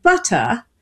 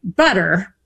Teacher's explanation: in British English, especially Southern British English, you drop the R. · Shown in: first take